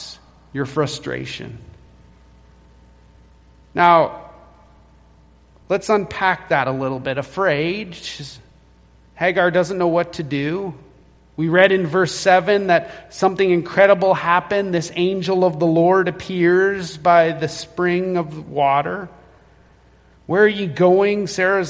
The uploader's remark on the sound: Recorded at Renfrew Baptist Church, Calgary